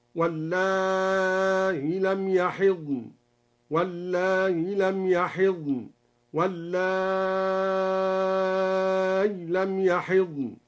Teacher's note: قرأ بحذف الياء وتسهيل الهمزة مع المد والقصر، أو الياء الساكنة مع المد